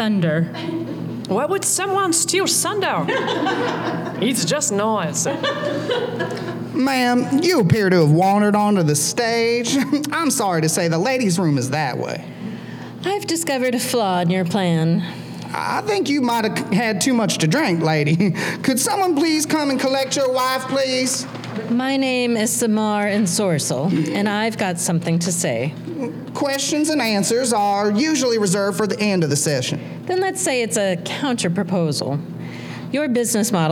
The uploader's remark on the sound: It’s the Thrillogy performed LIVE! This episode was recorded in front of an audience at the Neighborhood Comedy Theater in Mesa, AZ.